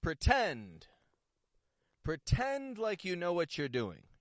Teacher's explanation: Notice that not only am I making the vowel sound, the N, not only am I making it longer than in the pr, first syllable, pretend, but I'm also raising my tone of voice. I'm peaking it right up to contrast the weak, unstressed syllable.